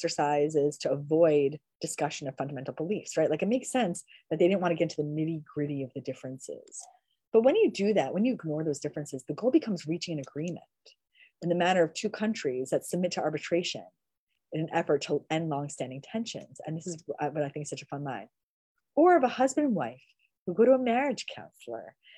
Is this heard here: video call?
yes